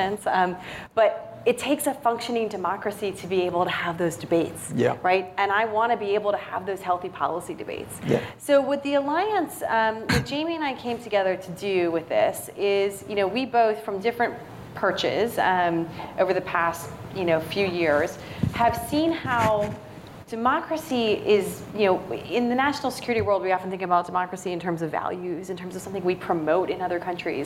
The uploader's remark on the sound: Recorded live at the National Press Club.